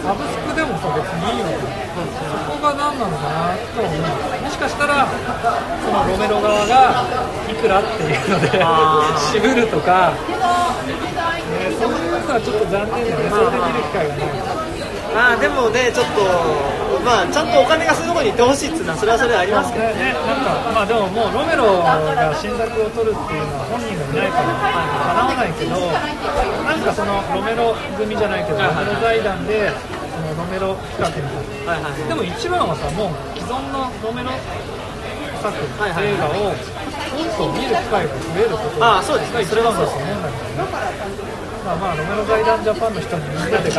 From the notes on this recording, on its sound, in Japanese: 居酒屋での録音のため雑音がかなり入っています